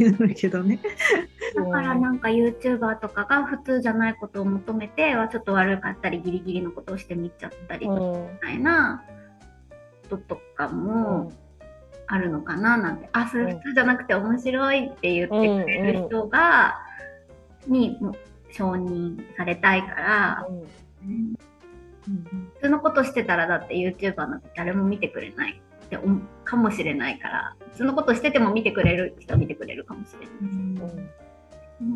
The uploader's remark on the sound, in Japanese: さんぽまち」メンバー限定zoom会の一部をお届けしています。